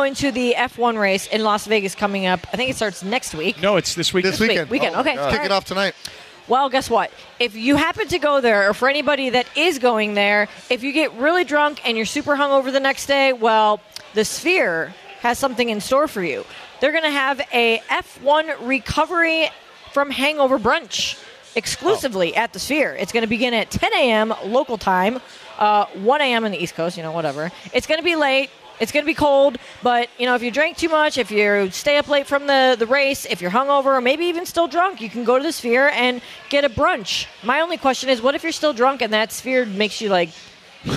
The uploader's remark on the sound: The crew is live from Yaamava